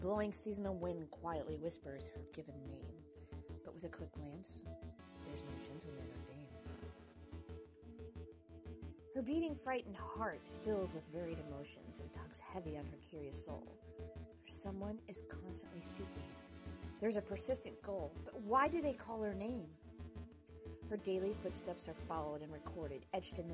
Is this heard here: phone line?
no